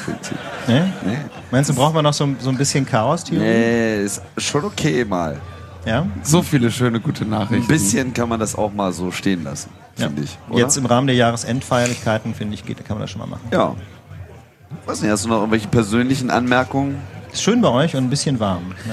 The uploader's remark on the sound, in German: Chaos Communication Congress (32C3) und haben uns auf die Bühne des Sendezentrums begeben um eine Sendung live vor Publikum aufzunehmen.